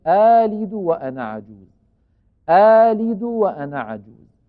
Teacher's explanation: أما إذا لم يكن بعد الهمزتين ساكن فيبدل الهمزة الثانية ألفا ويمدها مدا بمقدار 2 حركات كالمد الطبيعي · لا داعي لتطويل المد هنا لأن اللام متحركة بالكسر